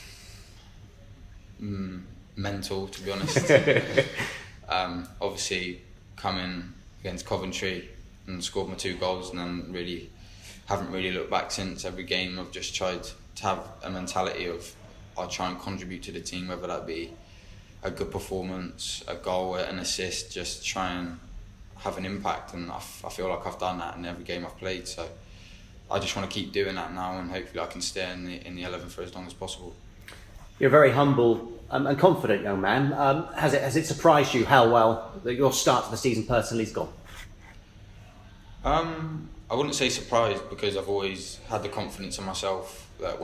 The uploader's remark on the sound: Press conference | Bristol City v Huddersfield Town.